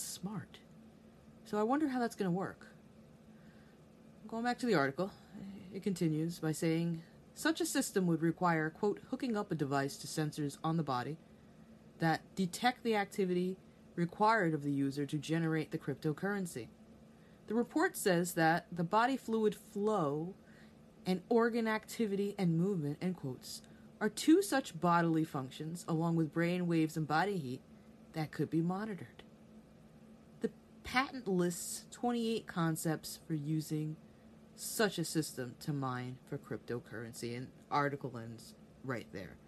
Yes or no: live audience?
no